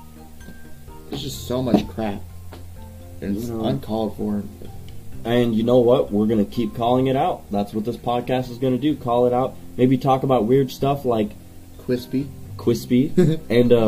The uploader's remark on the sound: Audio was [very] rough but we're not quite perfected on the audio tech yet so we're planning to improve!